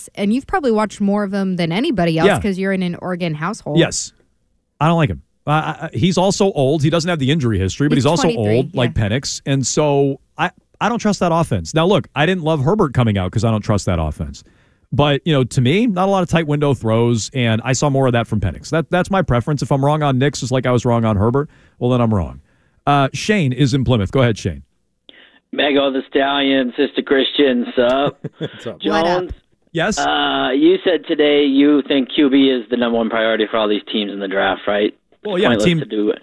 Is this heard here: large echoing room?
no